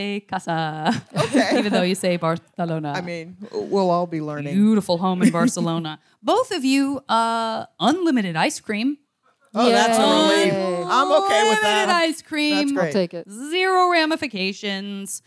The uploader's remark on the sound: Live from the JoCo Cruise.